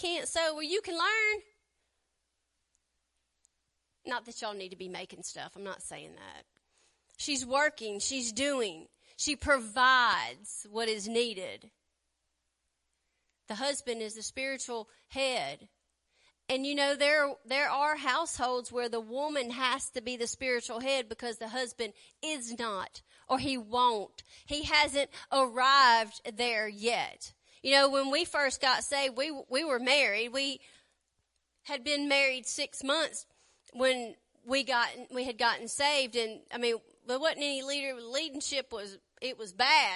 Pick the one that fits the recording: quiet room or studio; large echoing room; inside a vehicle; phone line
large echoing room